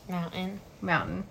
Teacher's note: people from California don't pronounce their T's. And I was laughing because mountain was one of them.